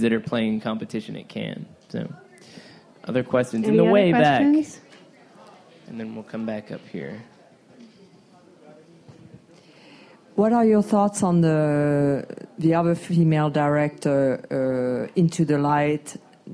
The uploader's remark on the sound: Live From Cannes 2017. With a live audience at the American Pavilion.